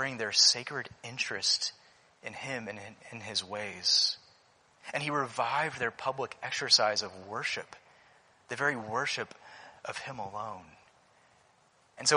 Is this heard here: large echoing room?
yes